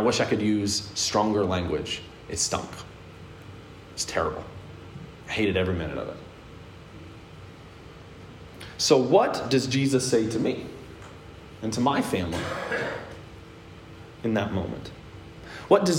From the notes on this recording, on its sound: a sermon I preached at Hope Evangelical Free Church on September 26th, 2021.